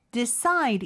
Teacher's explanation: decide, 이음절의 강세가 있고요. between도 역시 이음절의 강세가 있고요.